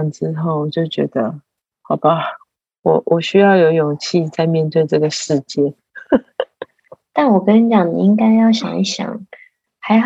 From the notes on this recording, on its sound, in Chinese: 線上錄音again我們依舊趁著孩子睡去後躲在黑漆漆的房間裡